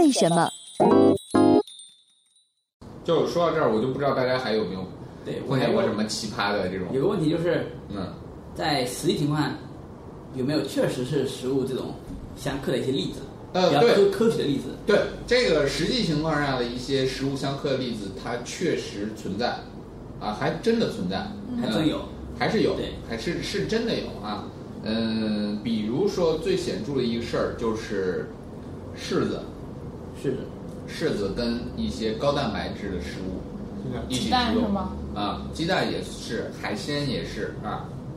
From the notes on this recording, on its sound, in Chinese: 本期节目为在张大妈办公区用录音笔录制，可能有街道上的杂音，请见谅。